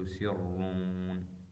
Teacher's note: الراء مفخمة بالنسبة لقالون